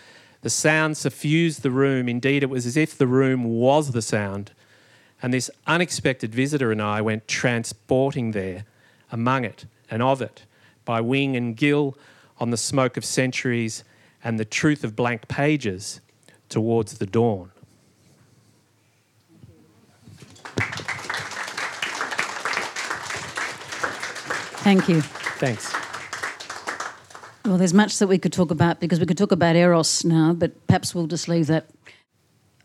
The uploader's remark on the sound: a recording taken from the launch